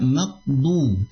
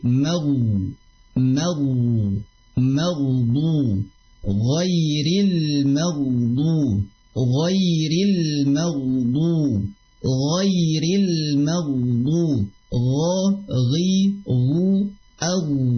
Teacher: Sedangkan sifatnya dia enggak punya sifat syiddah. Jadi suaranya tidak mungkin akan tertahan atau langsung habis. Akan tetapi dia punya sifat rikhwah yang dialirkan. · Shown in: second take